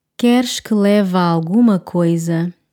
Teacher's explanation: And again, joining those two words, leve and alguma.